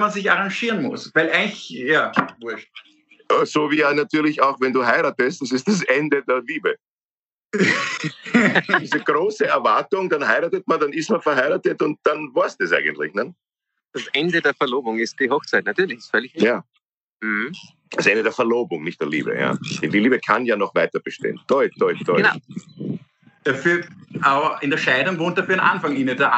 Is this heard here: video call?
yes